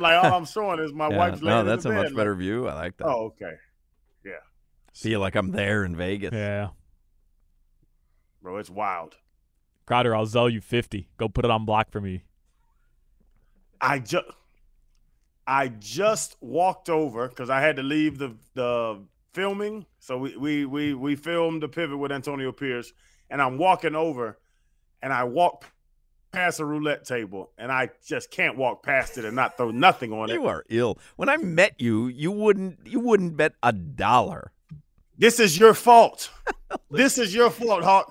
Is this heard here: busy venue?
no